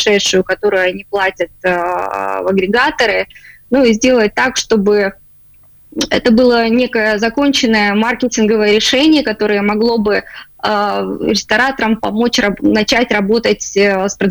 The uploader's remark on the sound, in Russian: В эфире программы «Открытая Кухня» созваниваемся